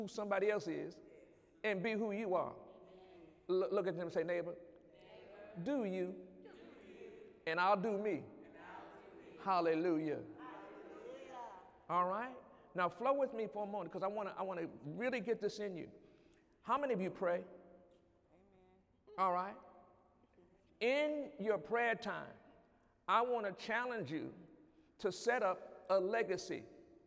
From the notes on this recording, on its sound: During Wednesday night service